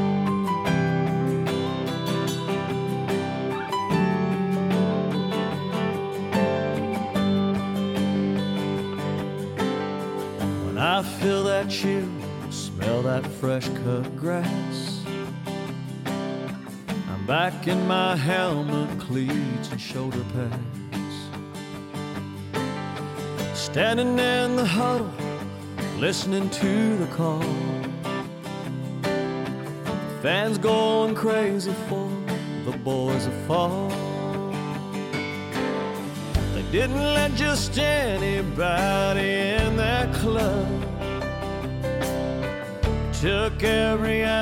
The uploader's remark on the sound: live from Goddard Stadium in South Everett